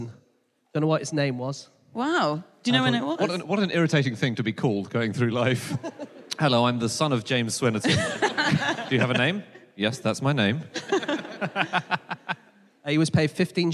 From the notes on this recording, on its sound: Live from Coventry